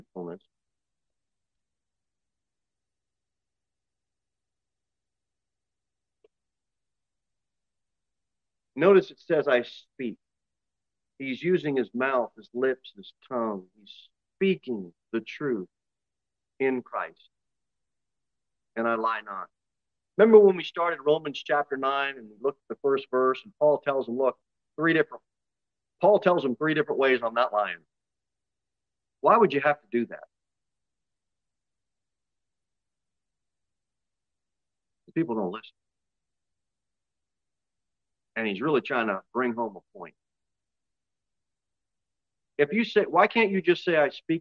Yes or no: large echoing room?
yes